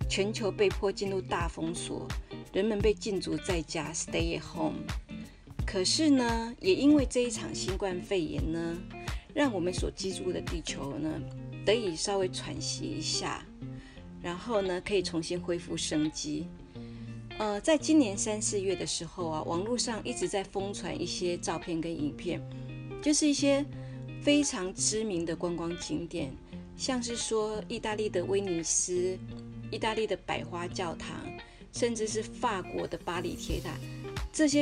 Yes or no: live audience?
no